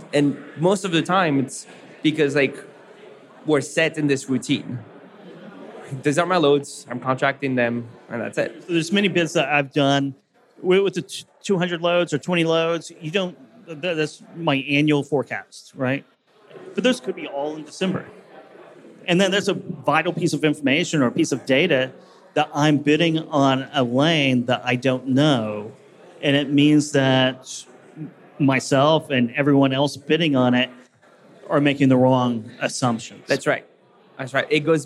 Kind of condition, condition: setting, busy venue